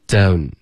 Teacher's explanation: 结尾的 n 呢一定要顶舌尖，不是一个 on 结尾的这个后鼻音 · 东的这个音首先头重脚轻，开头的的特别用力，然后它特别钝